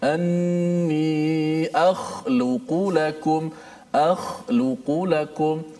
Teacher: huruf kha yang mati daripada perkataan uh, akhluqu keluarnya daripada mana keluarnya daripada hujung halqum ini kita punya leher kita di hujung halkum yang berdekatan ataupun jiran kepada permulaan ataupun pangkal lidah kita.